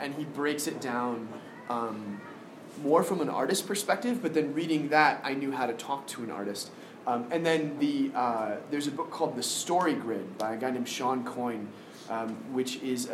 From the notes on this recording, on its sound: Harford County Public Library Comic Con panel